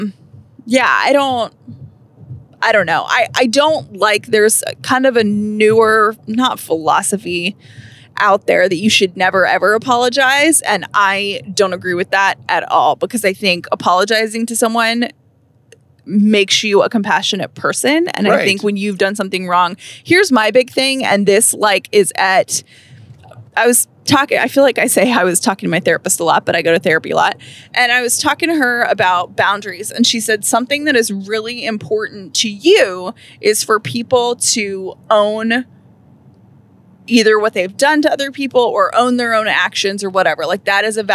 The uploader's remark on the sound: We answer some of your questions in the car on the way to Hilton Head!